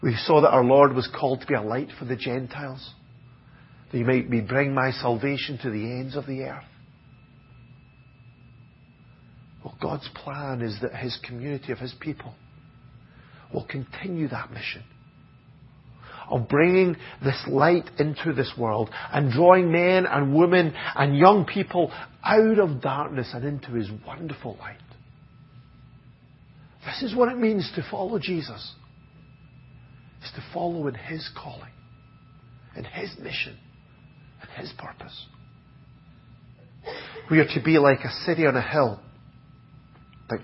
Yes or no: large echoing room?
yes